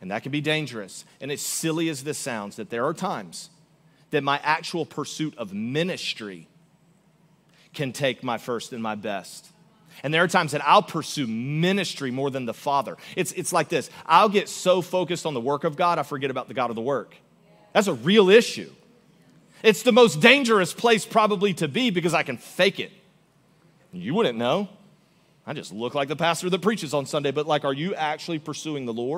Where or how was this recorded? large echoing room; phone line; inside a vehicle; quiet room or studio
large echoing room